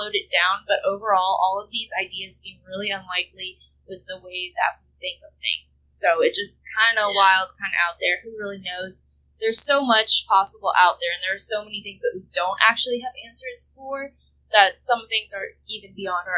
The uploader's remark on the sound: We're still figuring out the whole sound thing but I promise it will get better, lol.